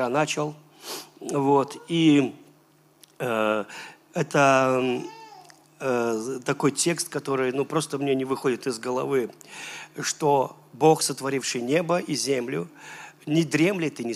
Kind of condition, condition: setting, large echoing room